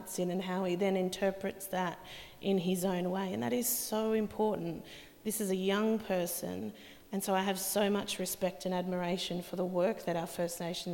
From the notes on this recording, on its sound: Presented by NORPA in partnership with Southern Cross University and Koori Mail. This is a recording of a panel discussion as part of the Flow events program.